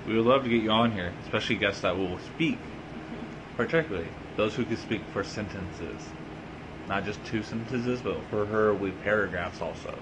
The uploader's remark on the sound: Recorded off of a phone. We had two silent guests who wanted to observe the podcast!